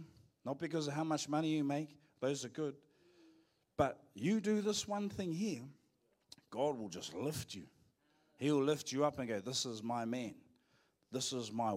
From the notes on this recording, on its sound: Live From IwiTapu Destiny Church